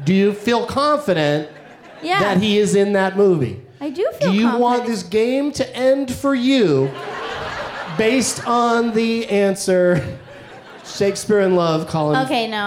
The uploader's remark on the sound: Live from Hilarities in Cleveland